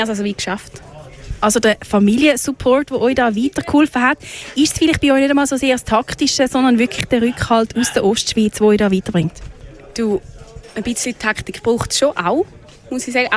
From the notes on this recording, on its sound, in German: Bereits zum vierten Mal war das Kraftfeld in Winterthur Veranstaltungsort des legänderen Tichu-WM-EM-Olympiaden Turnier. Radio Stadtfilter war live vor Ort und kommentierte die spektakulären Spiele live und führte mit einigen Teams emotionale und sportliche Interviews.